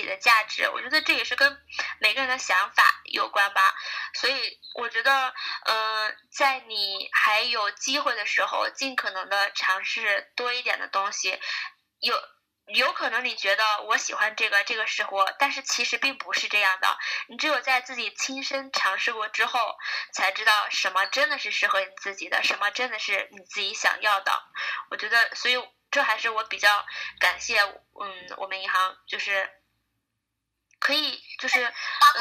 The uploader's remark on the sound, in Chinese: 我们本来在YY录节目，结果回声超大